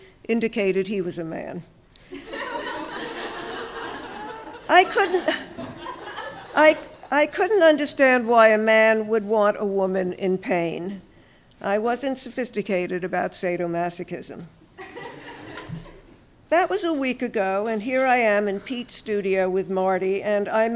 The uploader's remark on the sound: On Stage at Housing Works Bookstore Cafe. We've got clips from the launch for A Book of Uncommon Prayer, our Tumblr Writers BEA Party, and Triple Canopy Presents: On Folly.